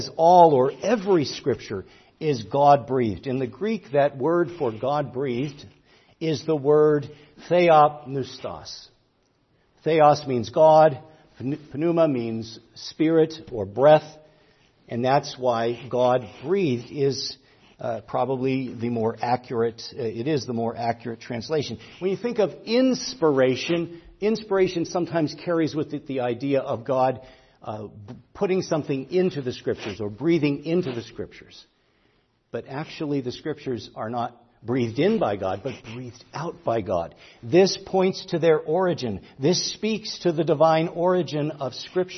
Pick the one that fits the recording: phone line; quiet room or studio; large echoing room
large echoing room